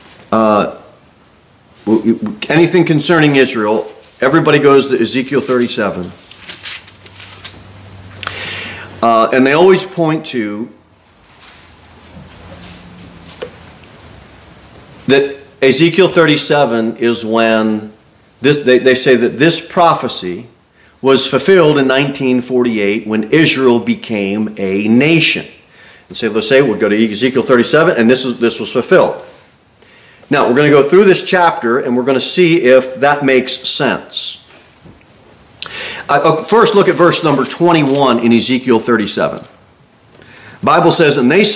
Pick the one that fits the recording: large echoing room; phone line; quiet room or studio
large echoing room